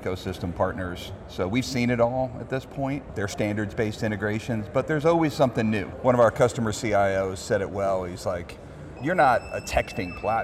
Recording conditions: busy venue